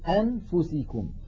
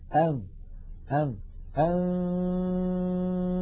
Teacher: إلى تهيئة الفم مباشرة إلى مخرج الفاء، فنقول أم أم أم. إذن الفم مهيئ على مخرج الفاء وينطق القارئ من أنفه غنة فقط · Shown in: second take · Term: إخفاء